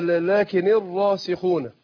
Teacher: أنا عايز أجيب الراء مفخمة وتكون واضحة من مخرجها وبدون تكرير